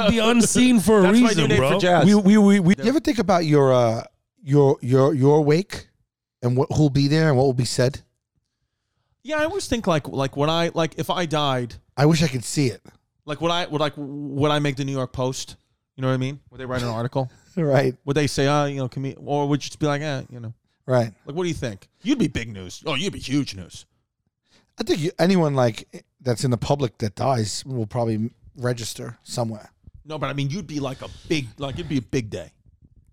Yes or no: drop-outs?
no